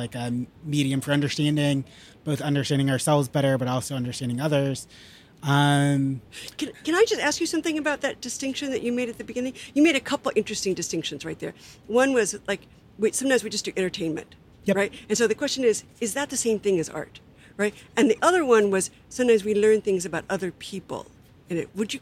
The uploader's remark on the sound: This summers outdoor pop-up conversation event series between the Center for Fiction and the Theatre for a New Audience at Polonsky Shakespeare Center in Downtown Brooklyn.